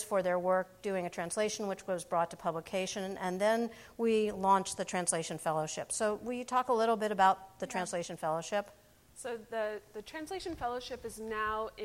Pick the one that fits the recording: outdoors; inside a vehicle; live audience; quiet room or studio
live audience